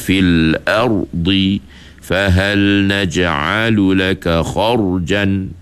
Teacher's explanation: Ada tiga huruf ra tebal yang sama keadaannya, iaitu ra mati sebelumnya baris di atas